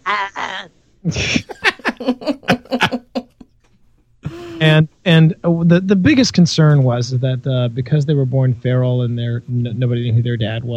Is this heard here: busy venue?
no